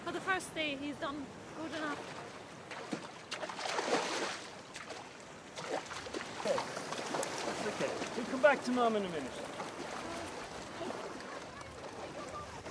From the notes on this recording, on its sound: Recorded over five days at Banna Beach in Kerry. A surf camp for autistic children.